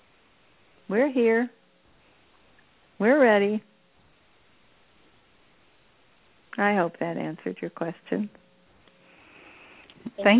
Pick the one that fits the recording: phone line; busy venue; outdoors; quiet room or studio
phone line